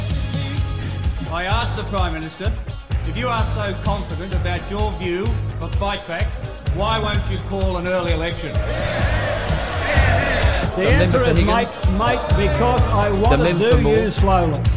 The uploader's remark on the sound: The boys were on location at Harbour Town this morning